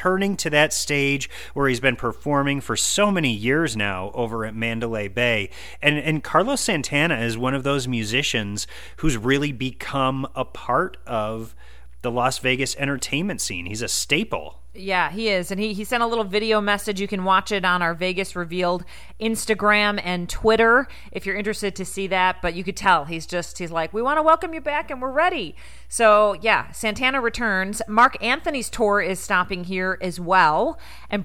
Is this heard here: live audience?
no